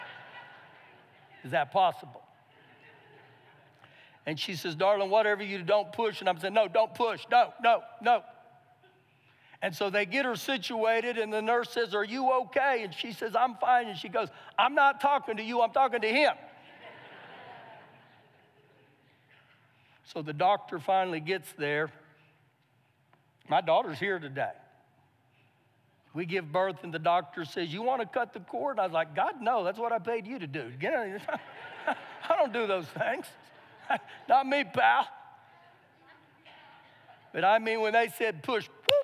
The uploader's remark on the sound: Recorded live during our Sunday morning service